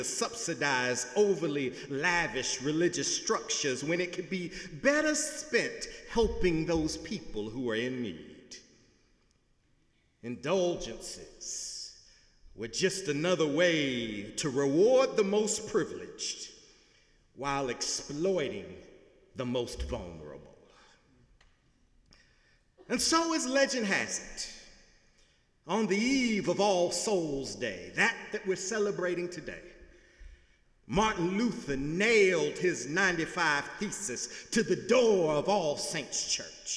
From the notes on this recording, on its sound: Sunday sermon November 5, 2017 in the Memorial Church of Harvard University